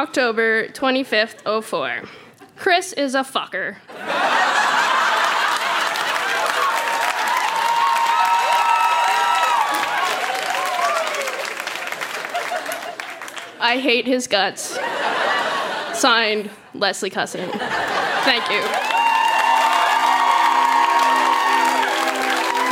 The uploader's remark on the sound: Recorded live at the Tranzac in Toronto, ON.